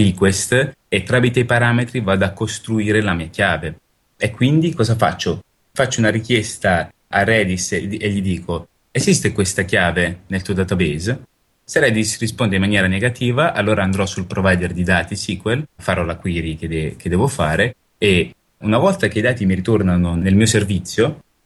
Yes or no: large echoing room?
no